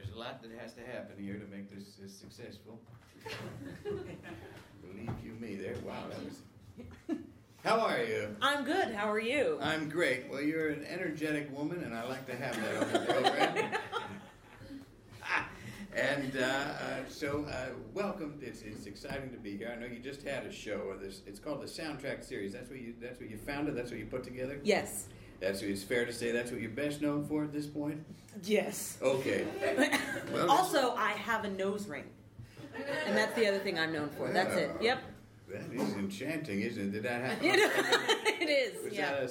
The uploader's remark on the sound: live taping